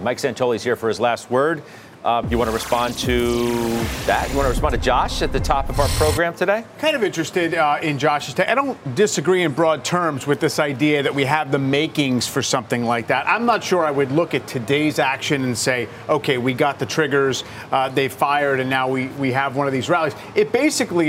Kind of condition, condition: setting, busy venue